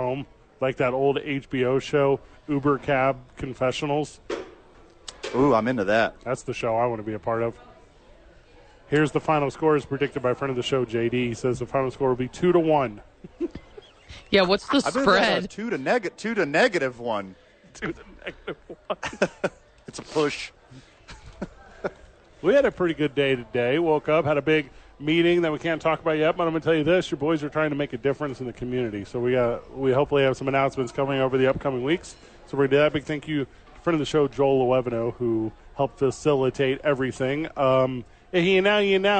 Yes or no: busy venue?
yes